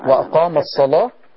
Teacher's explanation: يعني عندك لام مفتوحة وقبلها صاد، وصاد مفتوحة كمان زي اللام، يبقى اللام تغلظ